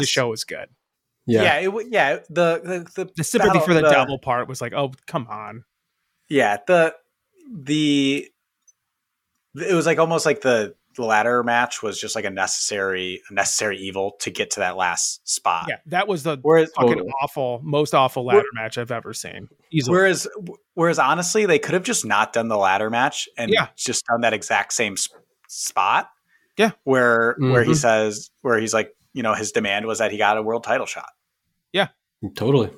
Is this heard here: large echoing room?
no